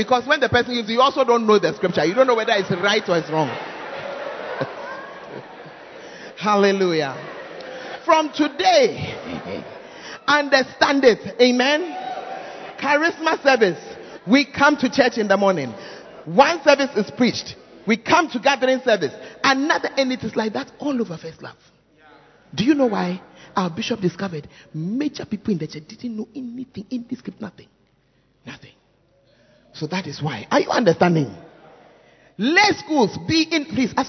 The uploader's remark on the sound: Preached At The First Love Center, Ayeduase (Charisma Service)